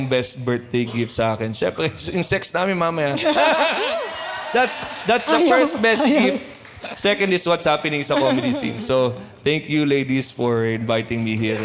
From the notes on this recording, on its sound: This was recorded with a live audience after their successful stand up comedy show.